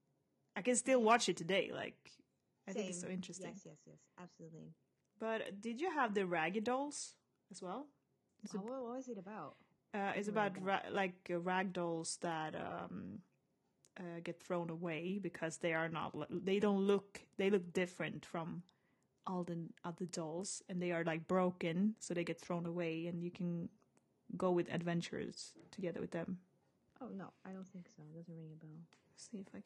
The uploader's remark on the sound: BAD SOUND!